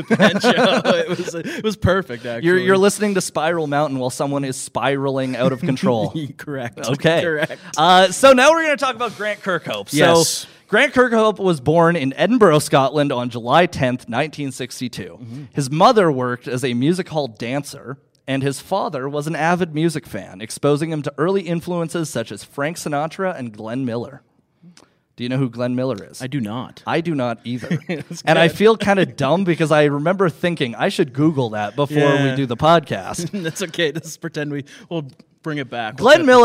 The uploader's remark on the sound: ITS MISFITS LIVE FROM THE CALGARY COMIC AND ENTERTAINMENT EXPO! This episode was recorded in front of a live studio audience.